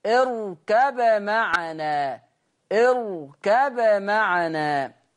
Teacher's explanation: ورش هيظهر الباء. طب يترتب على اظهار الباء ايه؟ القلقلة